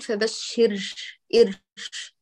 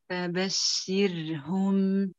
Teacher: الهاء همست والشين همس والراء بقيت مجهورة لم تتأثر · Shown in: second take